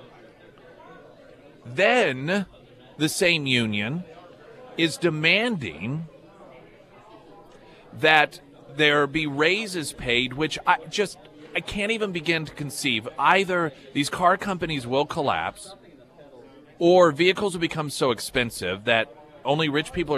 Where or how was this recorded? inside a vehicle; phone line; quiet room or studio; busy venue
busy venue